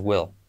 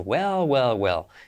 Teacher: en will es como E, que casi se la come la L, pero además tienes well, que es como una E que tiende a una E abierta que decimos nosotros.